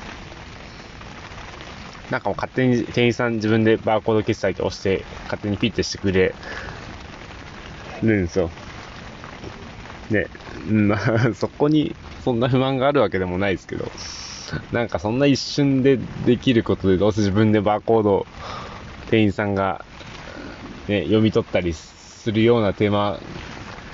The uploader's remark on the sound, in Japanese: ふもとっぱらキャンプ場。未曾有の豪雨の中の収録。